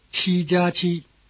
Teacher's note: the word plus, 加, has the same high tone as the number 7, 七